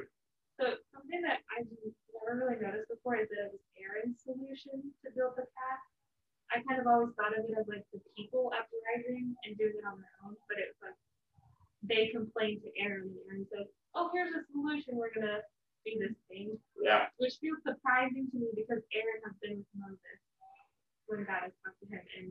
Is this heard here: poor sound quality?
yes